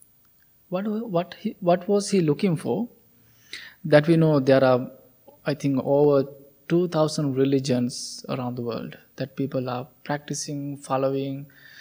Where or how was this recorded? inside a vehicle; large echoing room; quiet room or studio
large echoing room